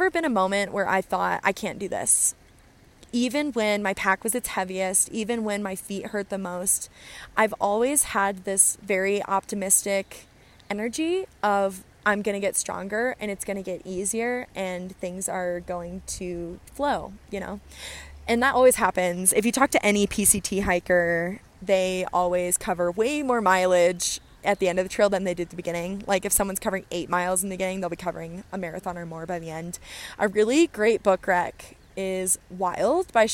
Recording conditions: outdoors